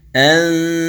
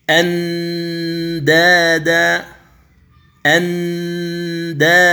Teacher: أيضا عند الدال، عند الدال ففي قوله تعالى فلا تجعلوا لله أندادا، فلا تجعلوا لله أندادا، إذن فهنا أخفي هذه النون، يعني من مخرج الهمزة أنتقل إلى مخرج الدال، لكن لا أضغط عليه · Shown in: first take · وإنما أكون متهيئا للنطق به وأخرج الغنة من الخيشوم، فأقول فلا تجعلوا لله أندادا، اسمع الصوت جيد، أندادا، لكن لو أخرجت النون من مخرج الأصلي ماذا أقول؟ · Term: صوت الإخفاء